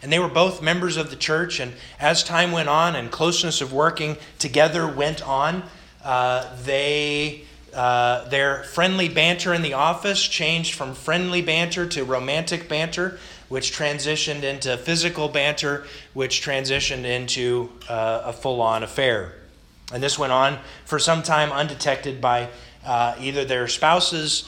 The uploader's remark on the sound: This sermon was delivered August 29th, 2021 to the Galena Bible Church